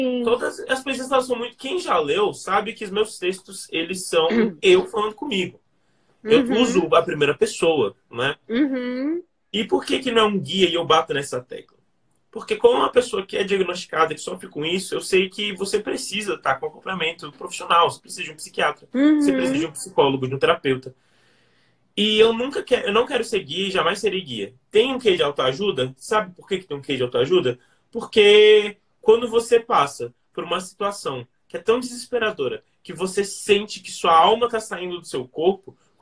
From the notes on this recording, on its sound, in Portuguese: Direto do isolamento, em sua casa em Brasília.